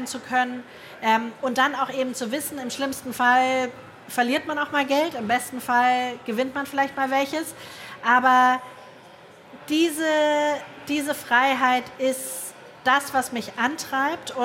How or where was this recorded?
live audience